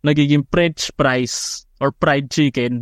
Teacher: Kaya ingrained ito sa mga utak natin na wala tayong F sound. So minsan nalilito tayo kaya nagiging P sound dahil ito lang ang meron sa baybayin · Term: Filipino accent